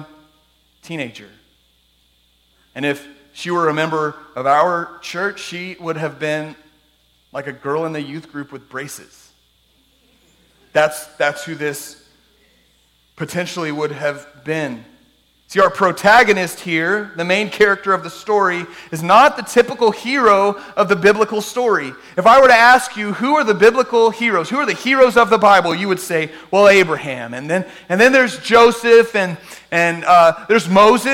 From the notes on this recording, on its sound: This podcast is an audio archive of our Sunday Morning sermons.